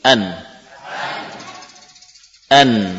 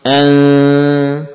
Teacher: Samar yakni tidak lagi lisan menempel pada gusi · Shown in: second take · Term: menyamarkan nun